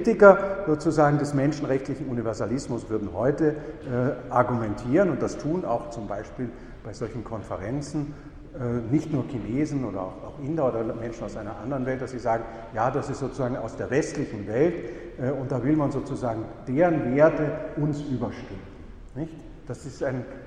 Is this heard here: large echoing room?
yes